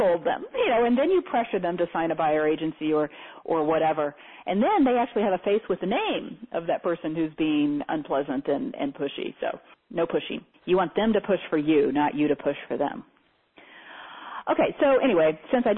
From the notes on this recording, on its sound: Teleseminar Recording.